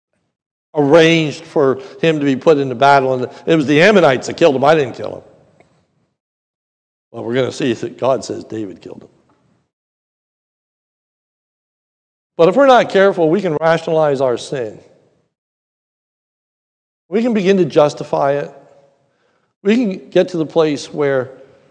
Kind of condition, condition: setting, large echoing room